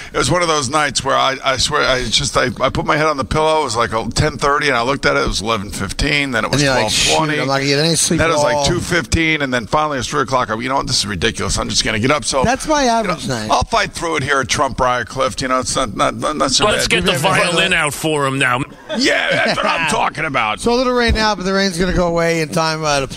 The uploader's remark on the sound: The guys were live from Trump National Golf Club in Briarcliff Manor.